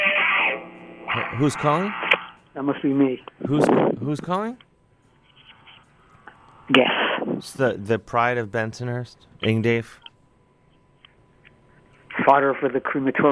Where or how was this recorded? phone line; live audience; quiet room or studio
phone line